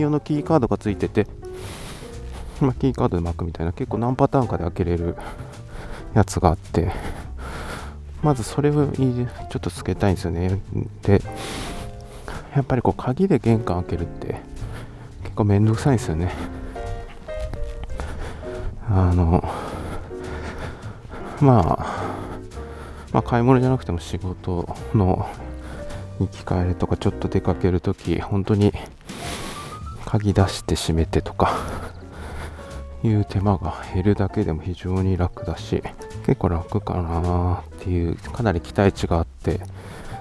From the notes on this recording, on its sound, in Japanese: 散歩しながらの収録のため、少々荒めの呼吸音はご容赦ください